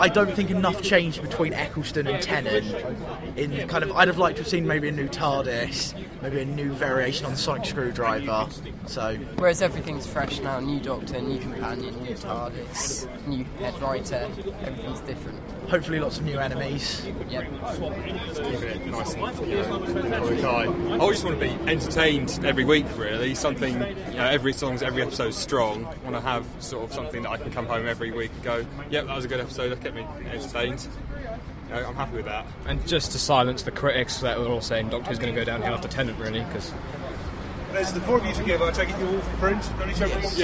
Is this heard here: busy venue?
yes